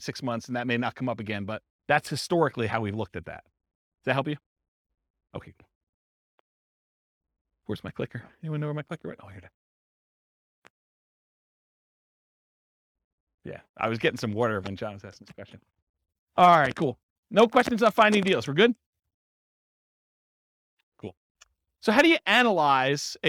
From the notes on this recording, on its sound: This was a live class recorded